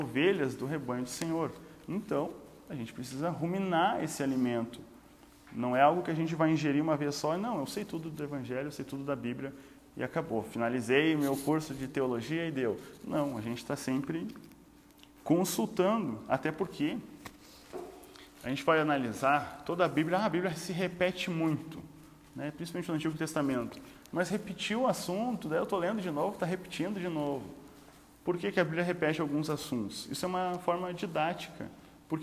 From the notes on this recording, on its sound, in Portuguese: Áudio não editado extraído do Imersão presencial do dia 12/04/2022.